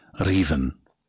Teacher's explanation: First, the famous Scottish trilled R